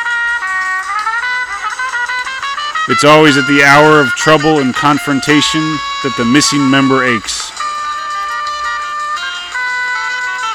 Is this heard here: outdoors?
yes